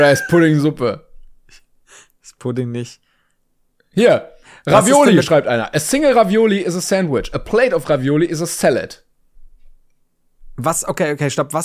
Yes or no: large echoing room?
no